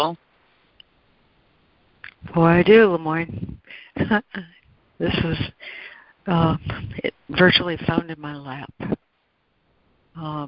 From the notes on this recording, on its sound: ACIM Daily Conference Call.